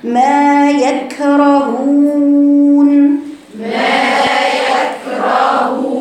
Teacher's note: الكاف شديده وفيها همس بنعمل فيها ايه؟ تقطعي صوتها عشانها شديده وتطلعي بعد كده الهمس